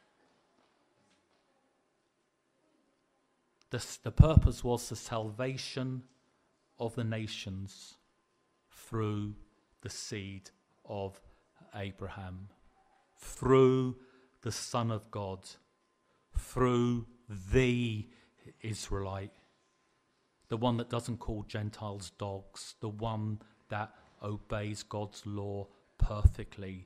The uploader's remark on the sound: Preached at the LCC Sunday Service